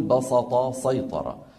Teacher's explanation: من العرب من يفخم السين في هذين الفعلين لمجاورتهما الطاء المستعلية المطبقة فيقول بسط سيطر.